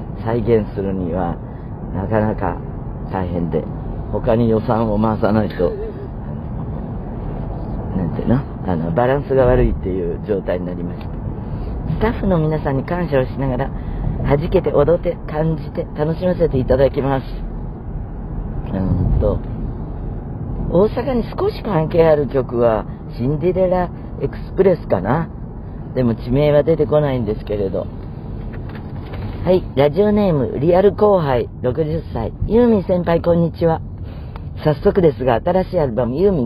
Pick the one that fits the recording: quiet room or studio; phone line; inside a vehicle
inside a vehicle